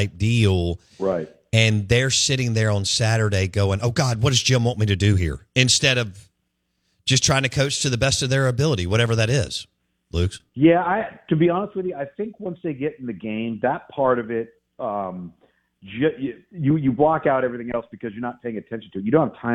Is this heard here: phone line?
yes